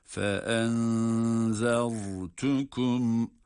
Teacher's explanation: zel harfi ince ama ra kalın.